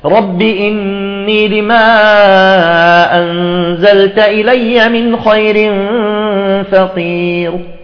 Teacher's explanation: ضمة صغيرة بسيطة حتى تشعر السامع بأن الحركة الأخيرة للراء هي الضمة وليست الكسرة. رب إني لما أنزلت إلي من خير فقير، ضمة بسيطة جدا، هذه إذن الروم.